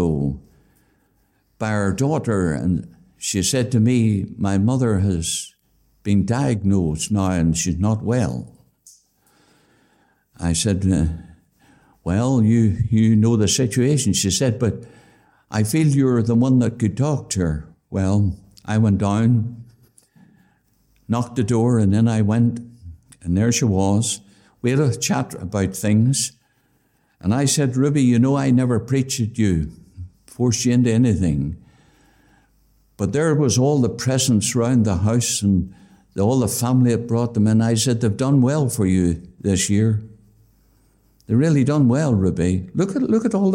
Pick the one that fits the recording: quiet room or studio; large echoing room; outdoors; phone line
large echoing room